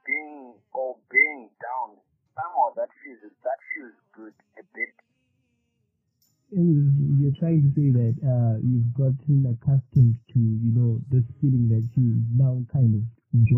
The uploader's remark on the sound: We apologise for the sound but do pay attention to the content.